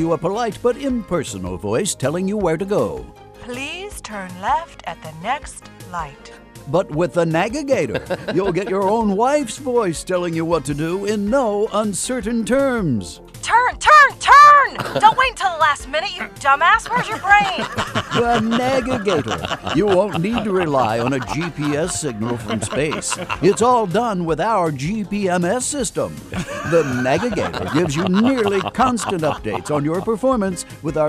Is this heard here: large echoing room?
no